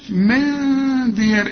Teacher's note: نون بعدها دال، والدال من حروف الإخفاء، هنا في غنة واخفيها